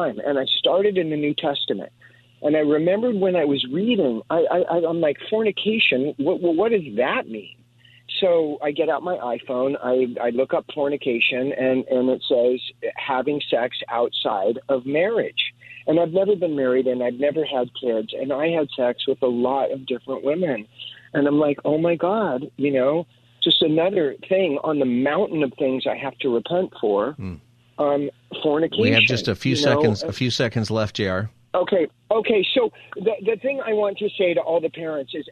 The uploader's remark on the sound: Open Phone Friday. Takes listeners calls on any topic.